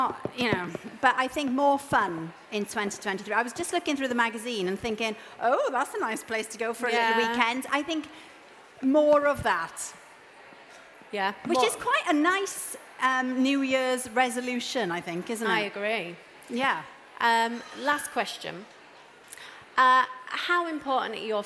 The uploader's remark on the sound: At stylist live. As this session is recorded live at the Truman Brewery, you might hear a bit of background noise.